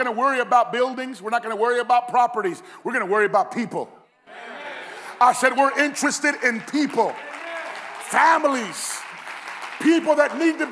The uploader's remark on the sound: Recorded live at Phoenix First Apostolic Church.